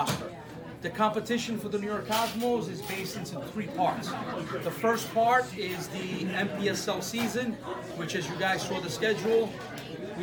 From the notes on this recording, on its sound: was in attendance at the Cosmos supporter party last Friday, we have audio of his speech